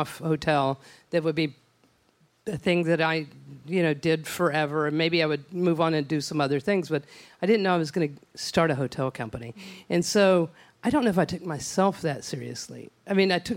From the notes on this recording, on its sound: For a live podcast taping in Austin.